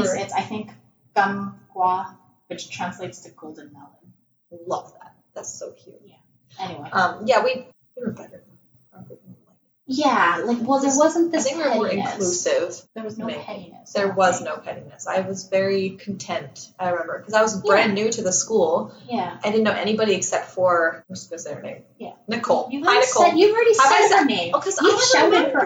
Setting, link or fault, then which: fault, poor sound quality